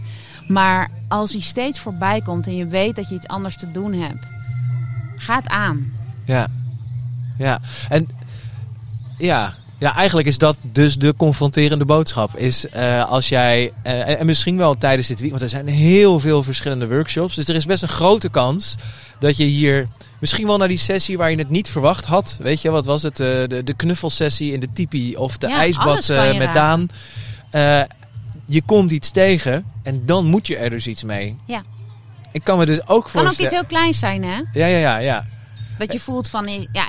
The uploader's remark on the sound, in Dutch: Deze speciale aflevering van #odeaandemagie is live opgenomen op Kampeerterrein de Lievelinge in Vuren tijdens het festival ZIN.